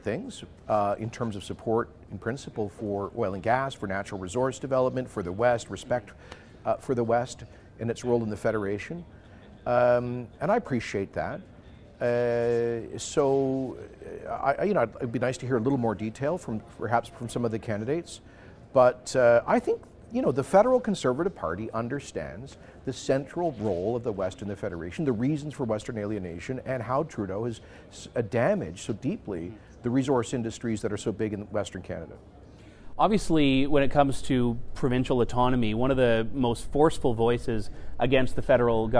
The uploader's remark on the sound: coming to you from the Canada Strong and Free Conference in Ottawa!